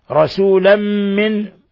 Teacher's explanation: تنوين فتح جاء بعده الميم إضغام بغنة